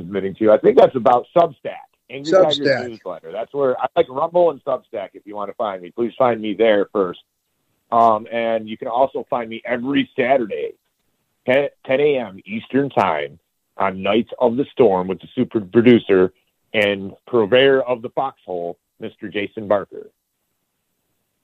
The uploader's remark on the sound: This episode of Get M.A.D is a panel discussion/listener call-in show